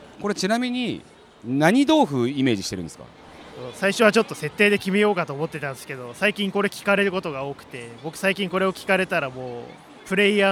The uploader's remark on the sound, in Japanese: 東京ゲームショウ2023 の現場からお届けします！